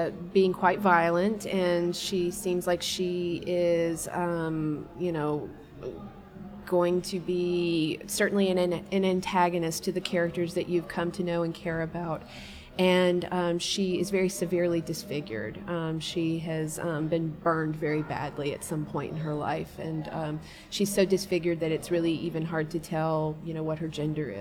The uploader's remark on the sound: Recording at the 36th Annual Kentucky Book Fair